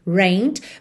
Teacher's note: Então existe o verbo to rain no passado, rained, escreve rained, mas o E não é pronunciado, tá? Então você vai direto do N pro D